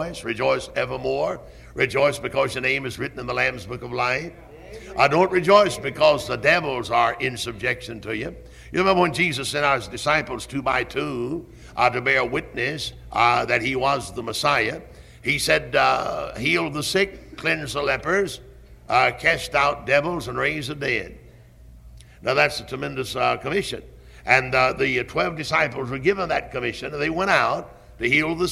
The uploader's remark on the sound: Originally preached at Tabernacle Baptist Church in Greenville, SC on February 24, 1974.